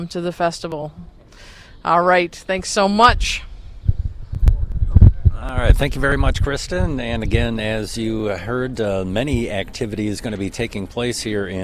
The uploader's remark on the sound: Live on the Mall - It’s Art on the Mall 2022. Battle traffic and the winds. On WKZO 590 AM and 106.5 FM in Kalamazoo, MI.